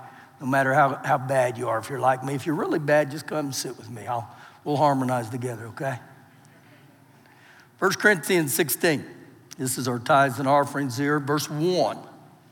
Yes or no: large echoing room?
yes